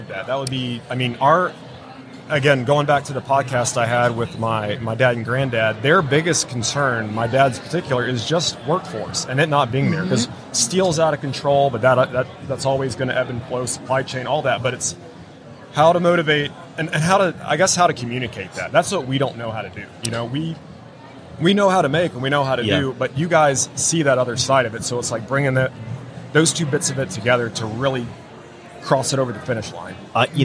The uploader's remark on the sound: LIVE from WORKBENCHcon 2022. In the booth at WORKBENCHcon 2022.